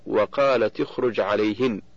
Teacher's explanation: فتاء التأنيث في وقالت ساكنة التقت بالخاء من اخرج وهي ساكنة ايضا، فحركت التاء بالكسر للتخلص من التقاء الساكنين